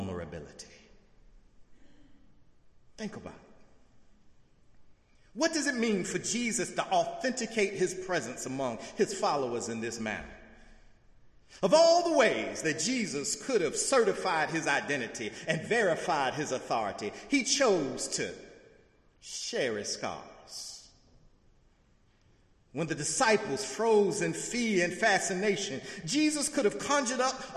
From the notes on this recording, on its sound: in the Memorial Church.